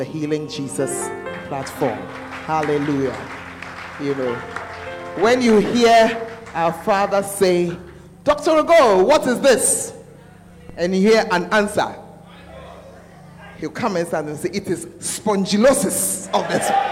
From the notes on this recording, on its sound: Preached At The Art Of Evangelism Conference